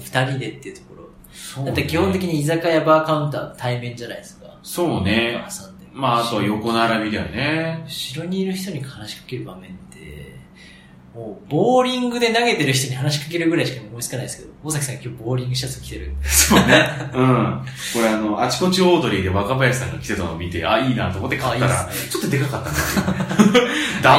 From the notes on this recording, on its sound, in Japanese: 1ヶ月ぶりの収録は久々に対面で！録音環境の都合上、少々聴こえづらく感じるかもしれません。